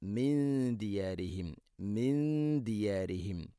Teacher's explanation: സാക്കിന നൂനു ശേഷം ദാല് അവിടെ അവ്യക്തമാക്കി മണിക്കണം